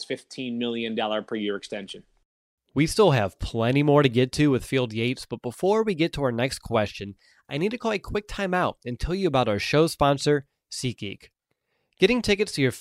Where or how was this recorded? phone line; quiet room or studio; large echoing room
quiet room or studio